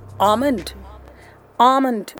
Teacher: So all you need to do, make sure that the L is silent.